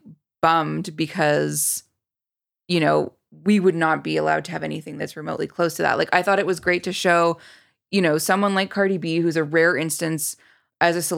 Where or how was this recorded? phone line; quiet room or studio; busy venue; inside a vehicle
quiet room or studio